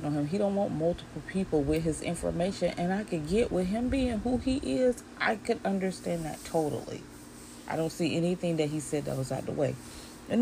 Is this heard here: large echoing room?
no